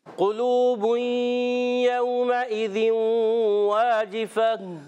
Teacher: قاف موٹے حروف میں سے، عرف مستعلیہ میں سے. قاف پر پیش ہے، لام پر بھی پیش ہے، ہونٹ گول ہو جائیں گے.